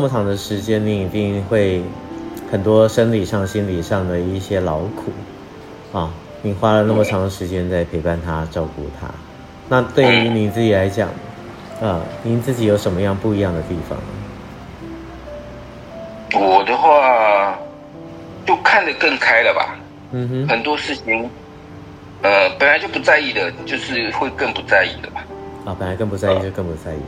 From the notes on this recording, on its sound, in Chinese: 今天節目，將以電話訪問的形式播出。